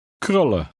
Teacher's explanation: Remember to continue to drop the N in the EN ending.